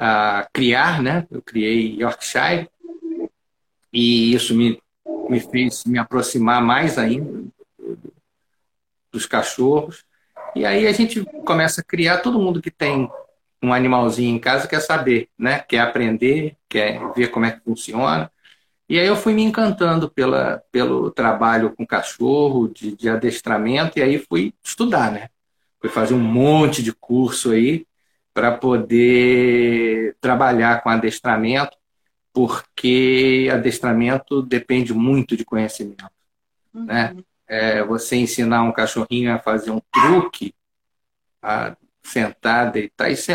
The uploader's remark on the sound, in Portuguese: Áudio da Live feita no Instagram